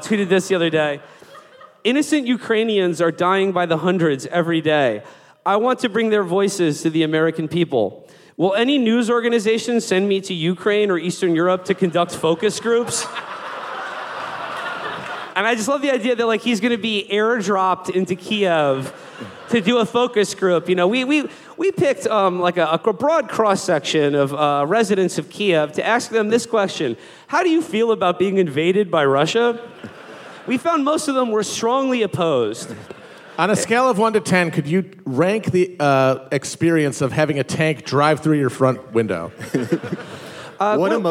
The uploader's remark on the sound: Live From the South. A mashup of our recent live shows in Atlanta and Nashville.